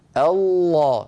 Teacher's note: الصوت كله من الفم، ما في شيء من الأنف · Term: صوت فموي